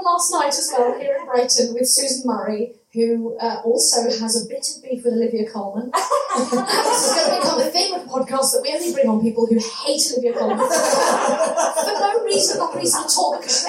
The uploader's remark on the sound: It was recorded at the Brighton Fringe at Sweet Venues, definitely not in a toilet. Apologies that it does sound a little toilety.